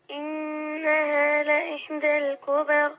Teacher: أول ما نلاقي النون عليها شدة نعمل إيه؟ نركب غنة. يبقى ركيب الغنة.